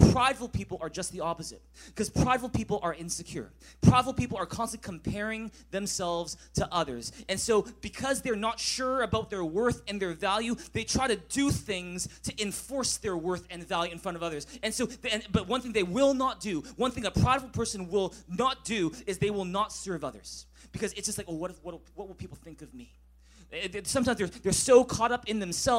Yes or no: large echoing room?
yes